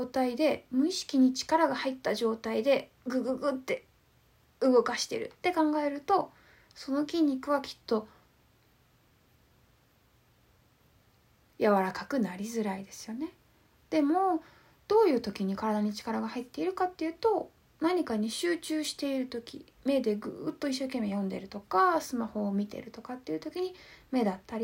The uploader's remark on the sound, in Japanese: インスタライブの録音です。